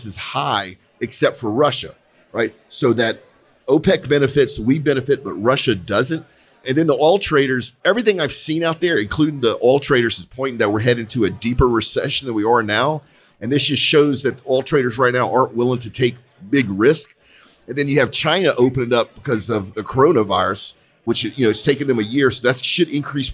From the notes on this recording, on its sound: Live from the 12 th Annual Christmas Party Customer Appreciation Gumbo Gathering at R4 Specialites. Live from the 12 th Annual Christmas Party Customer Appreciation Gumbo Gathering at R4 Specialites.